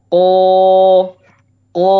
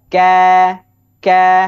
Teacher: Kalau Kof tebal. Ko, ko ke atas ya. Kalau kaf ke, ke tipis seperti hamzah